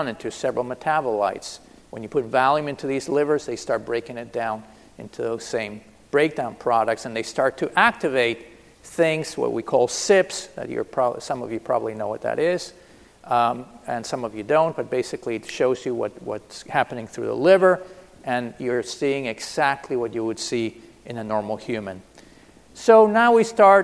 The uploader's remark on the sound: This is a keynote session from DPharm 2018.